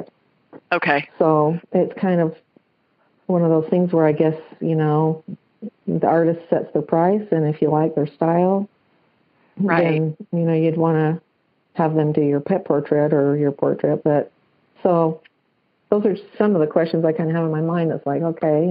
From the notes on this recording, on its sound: several callers from all over North America